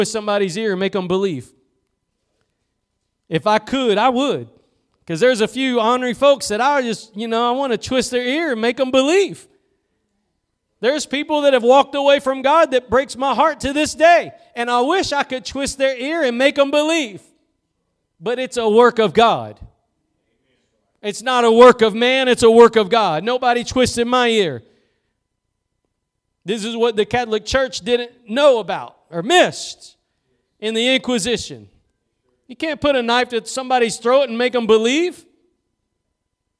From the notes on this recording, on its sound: Preached at Gospel Lighthouse in Bossier City, La.